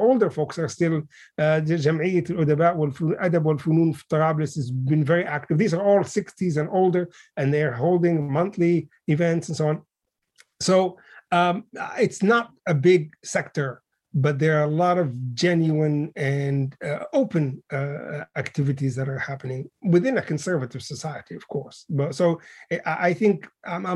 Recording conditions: video call